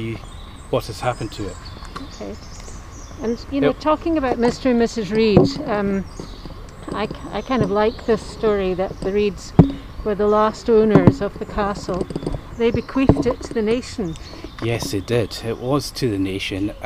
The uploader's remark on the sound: A walk round the grounds at Lauriston Castle